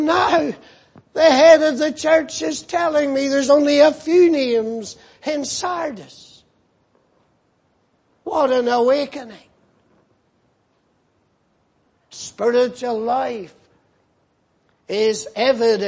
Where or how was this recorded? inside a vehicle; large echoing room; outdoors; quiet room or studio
large echoing room